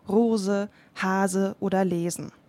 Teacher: Auch zwischen zwei Vokalen wird ein einzelnes S häufig stimmhaft gesprochen